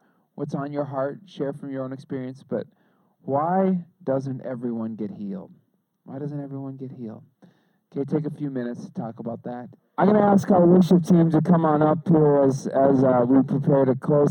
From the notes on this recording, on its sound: Our apologies for the low quality audio